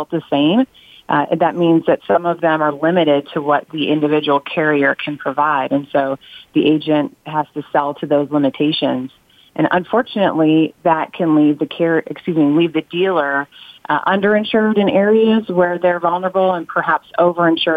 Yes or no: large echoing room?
no